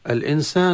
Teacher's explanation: الإنسان لام التعريف تظهر عند الهمزة، وكلمة الإنسان مرت علينا كثيرة، فيها النون المخفاة عند السين بالغنة، والألف المدية بين السين والنون، وهي بالطبع غير مرسومة.